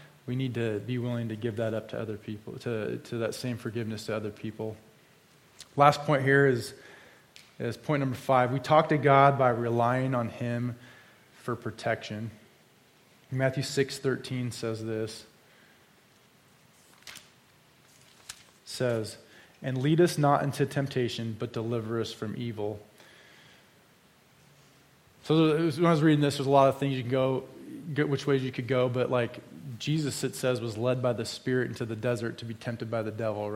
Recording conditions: large echoing room